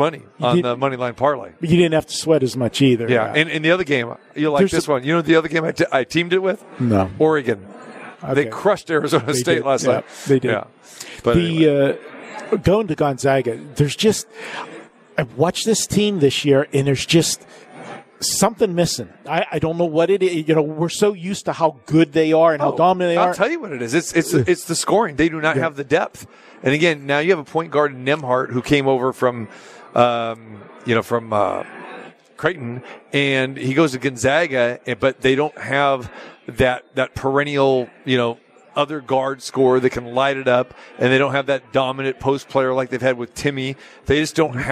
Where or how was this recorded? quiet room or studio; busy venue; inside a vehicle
busy venue